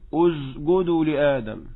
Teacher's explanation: لم يفعل شيئا إلا أنه حول الهمس جهرا في السين